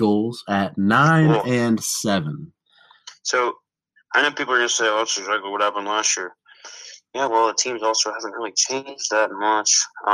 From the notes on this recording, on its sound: Over the phone.